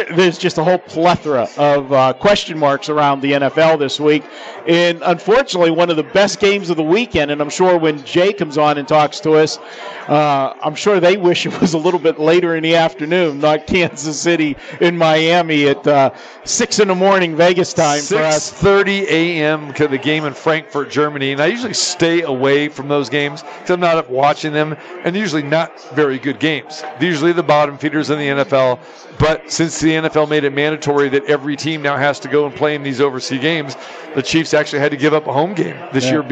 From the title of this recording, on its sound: Live from the Suoer Book at Westgate Las Vegas